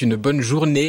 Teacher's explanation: Donc on n'est pas dans l'affrication, mais c'est simplement que la voyelle est tellement longue qu'elle va finir par se mouiller, c'est-à-dire par avoir un petit E à la fin. · Term: mouillure